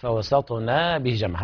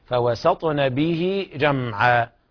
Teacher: يقرأ النون بفتحة بدون مدها · Shown in: second take · فوسطن به جمعا، ويشبع كسرة الهاء بمقدار حركتين، وهذا يسمى مد صلة صغرى.